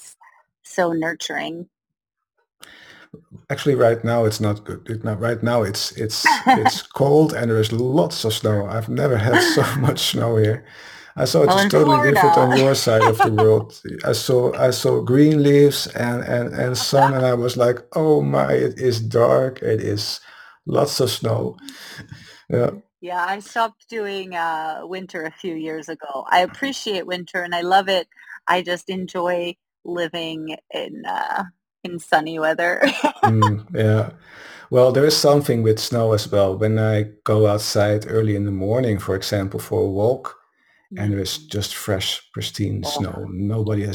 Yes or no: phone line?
no